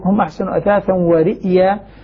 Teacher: بهمزة ساكنة بعدها ياء مفتوحة